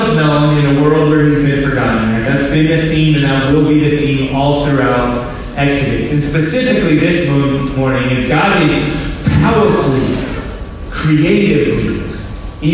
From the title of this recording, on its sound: low-quality audio